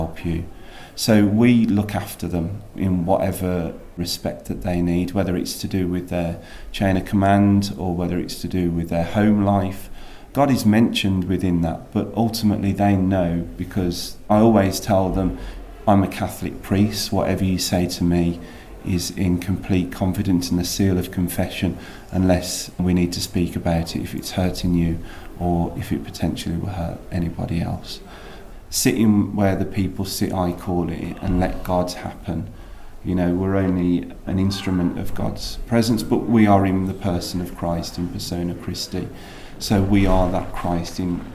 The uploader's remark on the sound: The contributors were recorded at the 60th International Military Pilgrimage to the Marian shrine of Lourdes in the foothills of the French Pyrenees.